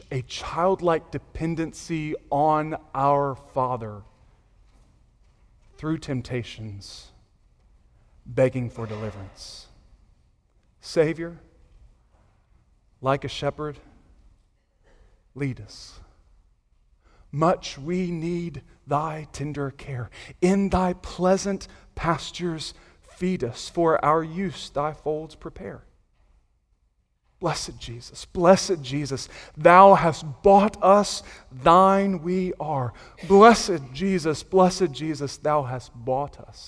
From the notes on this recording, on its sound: Sunday Morning Sermon Audio